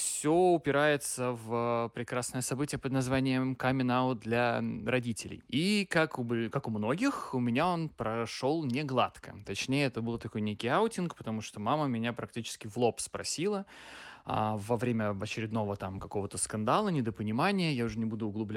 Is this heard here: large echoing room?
no